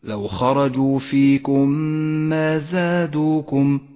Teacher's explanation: الميم الساكنة بعدها ميم متحركة، تدغم الميمان مع بعضهما فتصيران ميما واحدة مشددة لونت بالأخضر لأنها تحتاج إلى غنة زمنها حركتان فيكم ما. · Term: الإدغام الشفوي